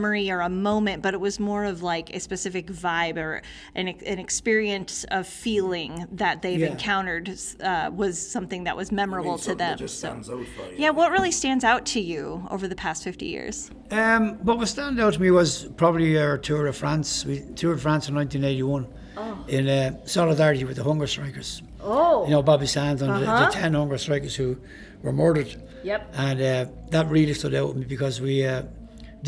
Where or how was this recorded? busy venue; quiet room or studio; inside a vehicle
busy venue